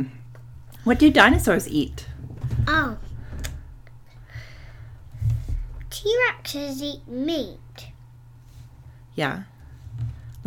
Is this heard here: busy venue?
no